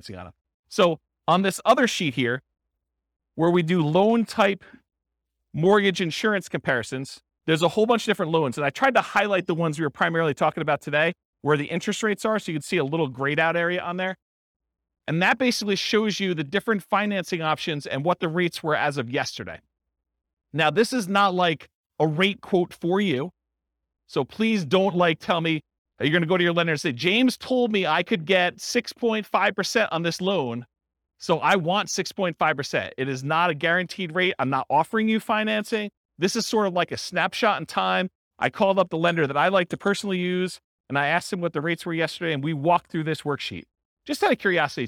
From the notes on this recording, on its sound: This was a live class recorded